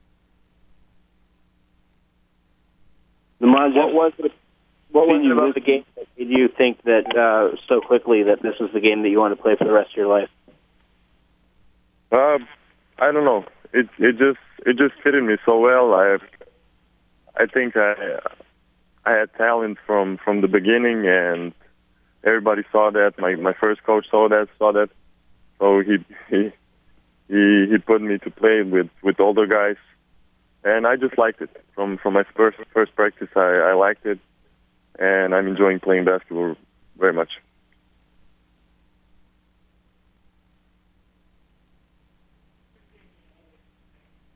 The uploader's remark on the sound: conference call